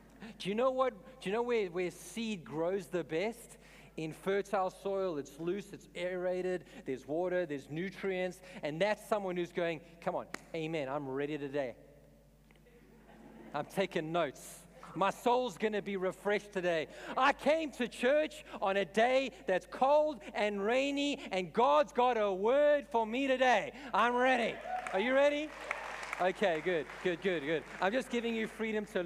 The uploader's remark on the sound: In this message I preached at Revive Church